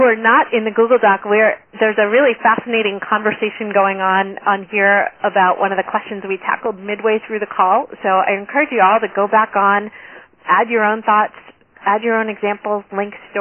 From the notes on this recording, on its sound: Listen to this call recording.